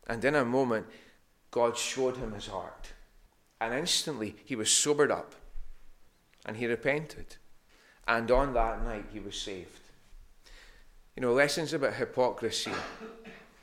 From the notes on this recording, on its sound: recorded Sunday morning 3rd October 2021 at North Harris Free Church